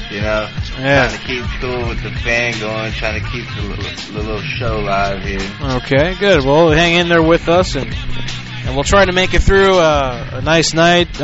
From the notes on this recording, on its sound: Prank Phone Calls